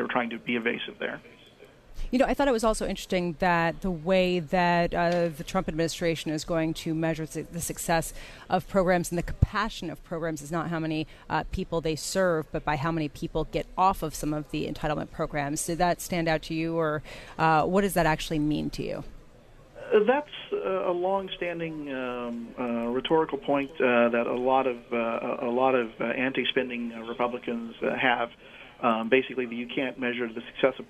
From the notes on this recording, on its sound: Live from the National Postal Forum in Baltimore, Maryland.